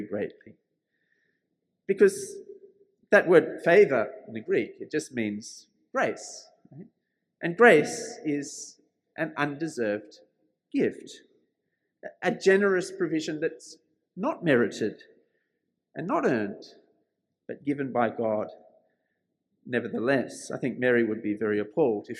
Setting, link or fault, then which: setting, large echoing room